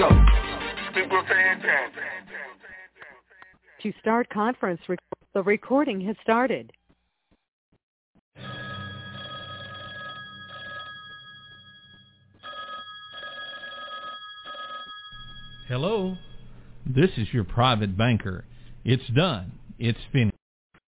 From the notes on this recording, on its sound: TNTSuperfantastic Conference Call